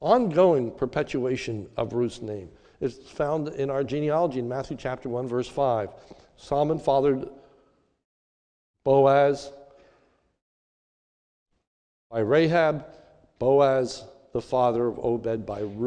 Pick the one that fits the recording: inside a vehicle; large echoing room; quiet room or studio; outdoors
large echoing room